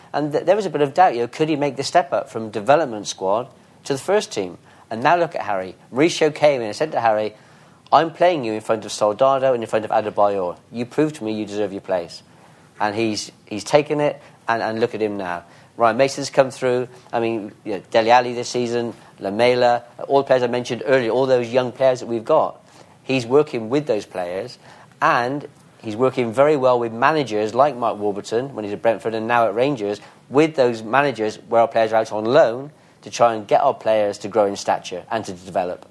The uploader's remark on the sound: London Sports Writing Festival Special. Recorded live at Lord's Cricket Ground.